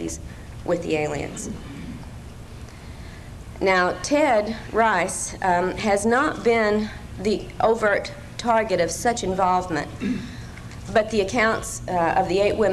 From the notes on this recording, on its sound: lecture from 1995 ozark mountain conference